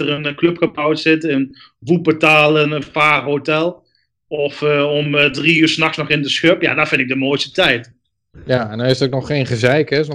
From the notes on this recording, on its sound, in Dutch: Voor de tweede keer via Skype, daardoor niet met het beste geluid.